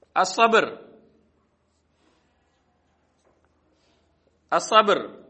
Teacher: லாமை சேர்க்க மாட்டோம். அந்த ஷம்ஷியா எழுத்துக்கு சத்து வைத்து படிப்போம்.